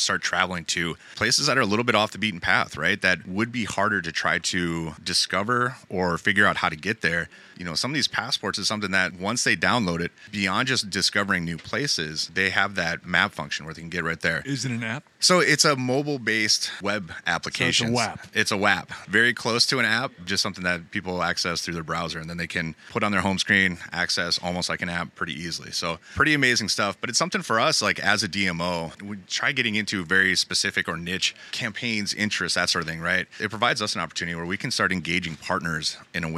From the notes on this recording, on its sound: Live From ESTO. In Grand Rapids.